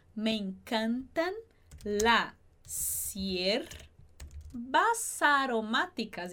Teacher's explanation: a gente vai juntar esse S de las com o I de hierbas